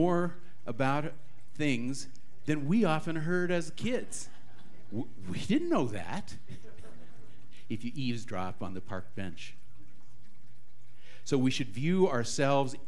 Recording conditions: live audience